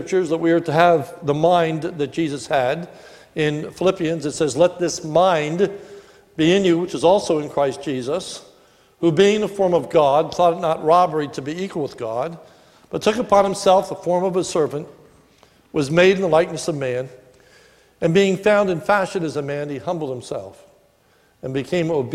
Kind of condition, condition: setting, large echoing room